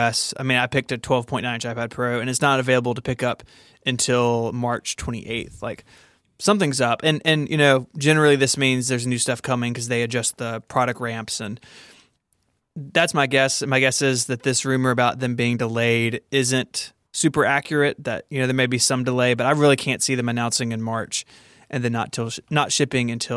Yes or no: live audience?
no